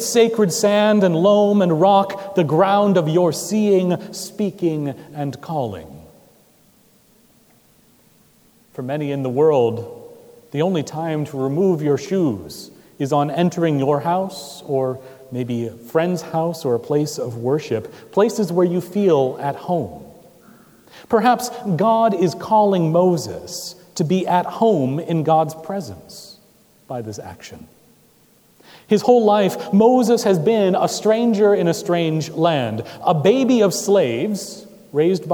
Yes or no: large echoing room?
yes